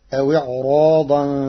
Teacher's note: قرأ ورش كلمة إعراضا بتفخيم الراء كحفص لوقوع حرف الاستعلاء بعدها